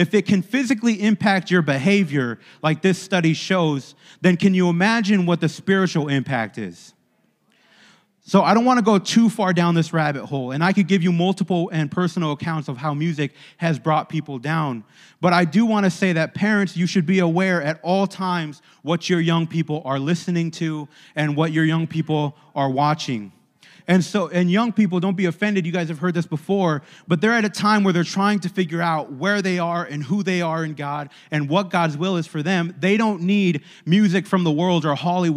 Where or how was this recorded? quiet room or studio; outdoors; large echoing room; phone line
large echoing room